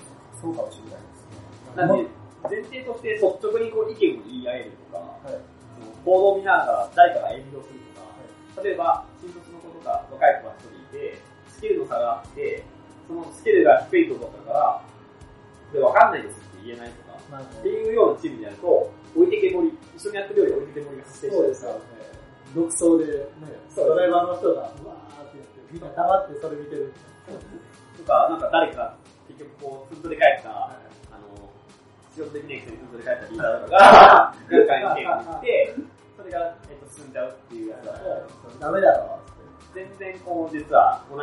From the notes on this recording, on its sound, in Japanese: 今回も音質が悪めです。